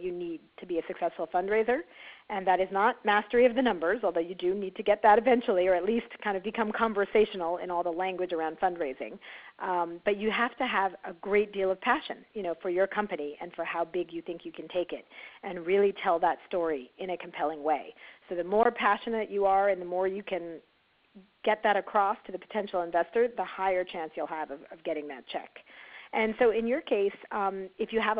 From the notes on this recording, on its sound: On our conference call